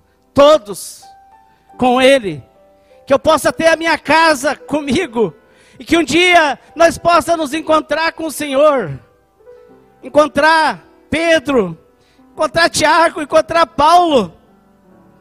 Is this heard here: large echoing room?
yes